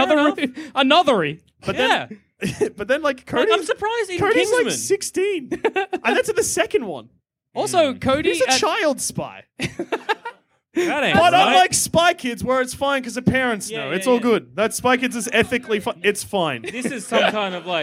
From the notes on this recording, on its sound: Our very first interstate live show, recorded somewhere in Sydney.